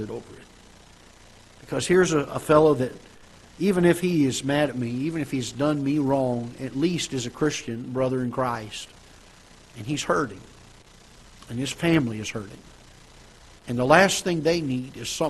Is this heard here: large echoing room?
yes